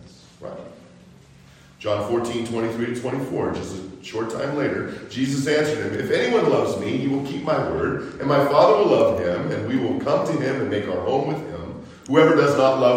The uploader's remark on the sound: Preached during Sunday School at Calvary Baptist Church -Owosso, MI